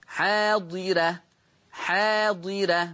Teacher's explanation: دي راء مرققة، لأن الراء مفتوحة وقبلها كسر أصلي وبرضه متصل